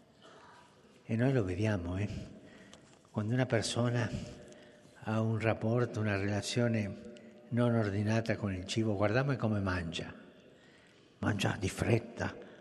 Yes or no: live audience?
yes